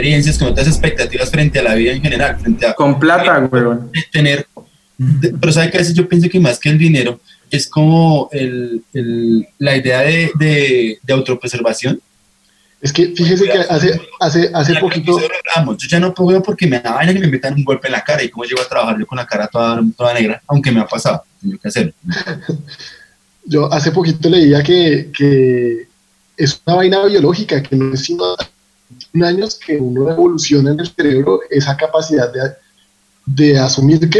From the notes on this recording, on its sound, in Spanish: Episodio grabado el 04 de Abril de 2020 en línea, desde Bogotá - Colombia y Gante - Bélgica